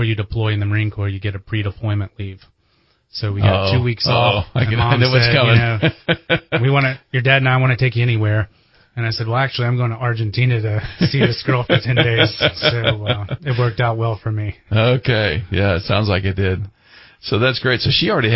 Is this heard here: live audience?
no